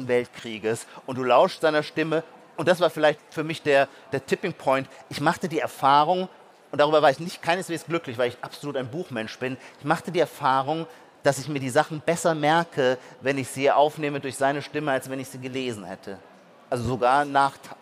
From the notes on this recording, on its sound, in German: direkt von der Bühne mit echtem Publikum.